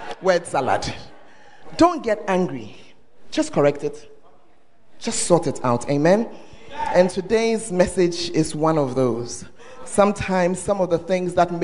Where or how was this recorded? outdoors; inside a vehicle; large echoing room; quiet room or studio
large echoing room